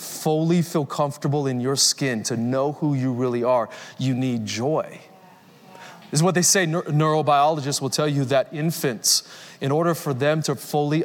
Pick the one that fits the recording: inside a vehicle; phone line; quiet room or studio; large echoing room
large echoing room